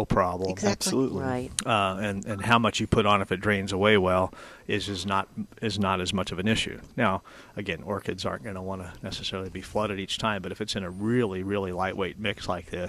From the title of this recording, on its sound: Live at Prairie Gardens